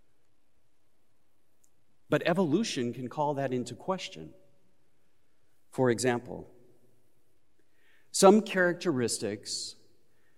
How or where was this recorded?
large echoing room